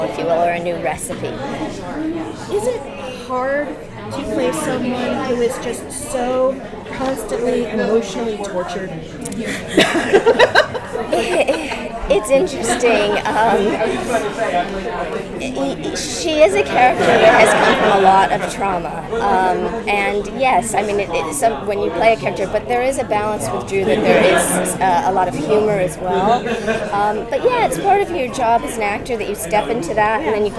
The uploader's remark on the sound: Audio Interviews From NYCC